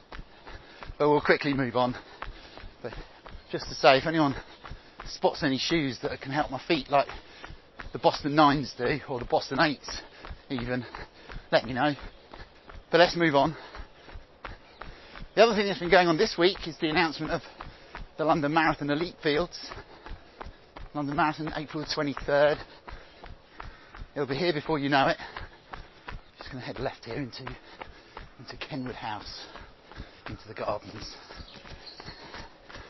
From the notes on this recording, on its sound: recorded on Hampstead Heath